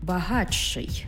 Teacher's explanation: «Ти» і «ши» утворюється «чи-ши». Пишемо «багатший», але вимовляємо «багатший».